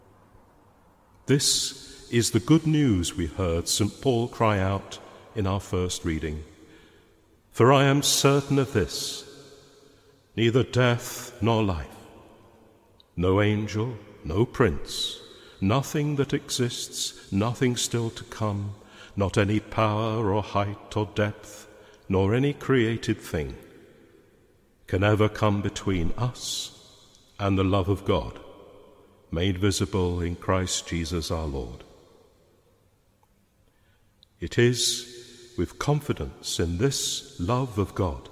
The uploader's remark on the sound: Homily preached at a Mass for the sick, their families, care workers and NHS staff. Speaking in Leeds Cathedral.